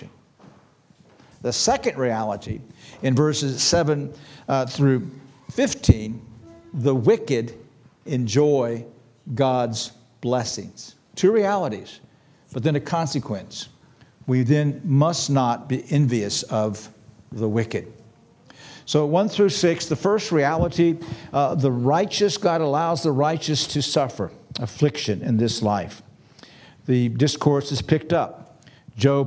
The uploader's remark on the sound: This sermon was preached on March 26, 2023 at Antioch Presbyterian Church. At Antioch Presbyterian Church, a mission work of Calvary Presbytery of the Presbyterian Church in America located in Woodruff, South Carolina.